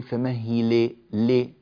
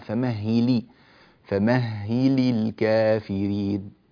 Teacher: اكسر جيدا في اللام في قوله تعالى فمهلي الكافرين · Shown in: second take · لا تقول فمهلي لي، لا، فمهلي، فمهلي الكافرين، جيد.